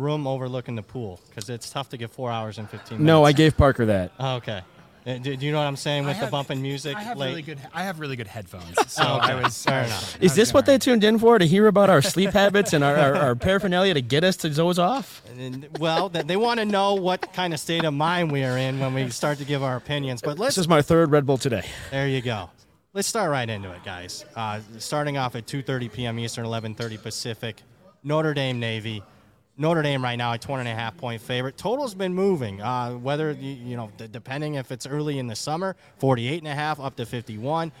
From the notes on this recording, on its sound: LIVE FROM CIRCA SPORTS. Hit The Books is LIVE on location from the Circa Sportsbook in Las Vegas, Nevada!